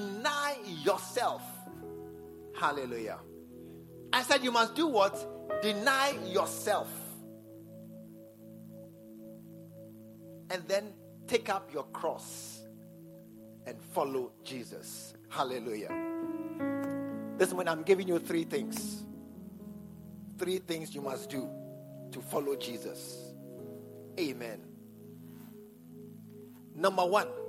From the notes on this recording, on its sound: at the SAT service, True Vine Cathedral, Bantama